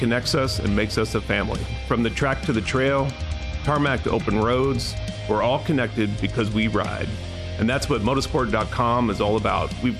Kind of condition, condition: setting, busy venue